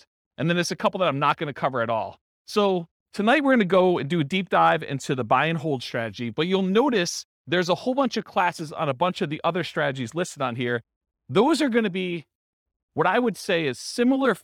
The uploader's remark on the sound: This was a live class recorded